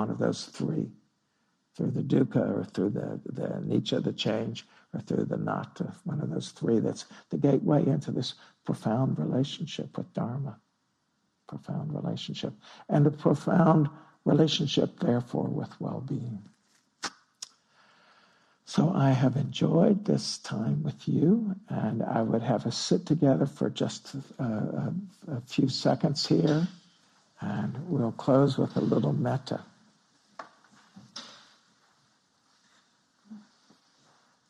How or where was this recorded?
large echoing room